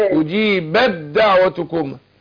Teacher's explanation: مفيش أثر للتاء، مش للدال، التاء هتدغم في الدال · Term: إدغام متجانسين